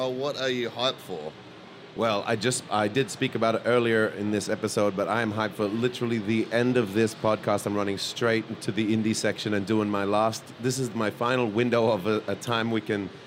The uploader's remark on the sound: Pax Aus 2023. Recorded on the showfloor itself inside the Audio-Technica booth!